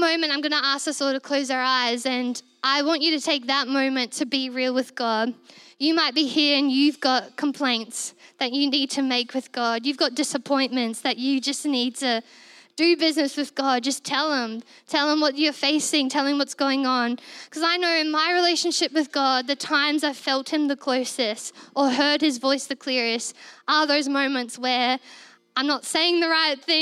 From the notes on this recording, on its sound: This was recorded in our Melbourne East service